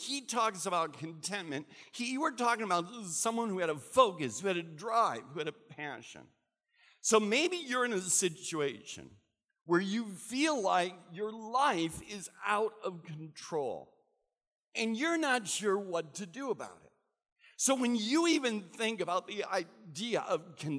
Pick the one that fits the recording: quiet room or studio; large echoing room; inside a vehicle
large echoing room